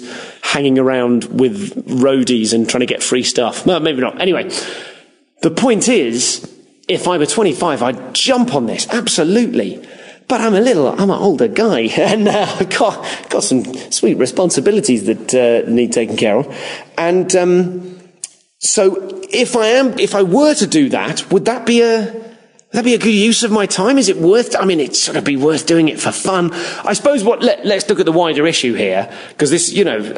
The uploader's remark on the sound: Live at the Los Angeles Podcast Festival